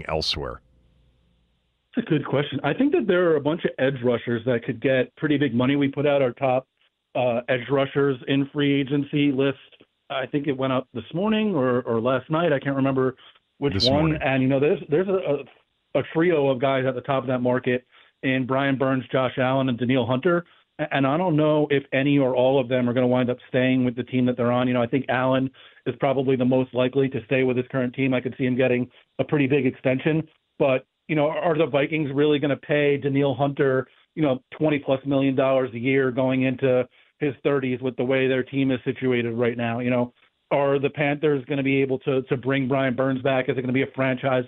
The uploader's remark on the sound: opens the phones to hear from listeners